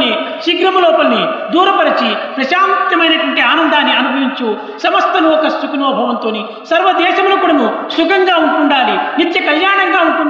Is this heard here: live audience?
yes